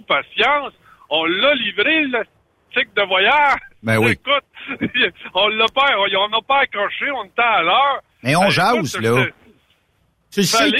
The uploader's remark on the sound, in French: Live sur la route.